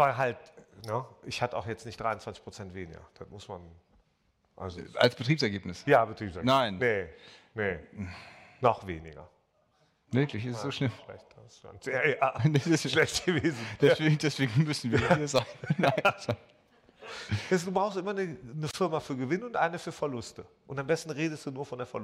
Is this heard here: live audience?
yes